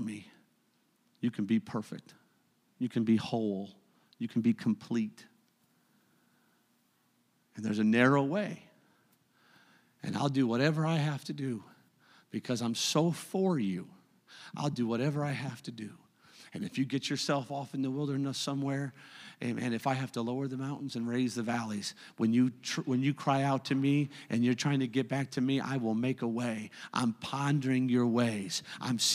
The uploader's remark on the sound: a service recording from Connect Point UPC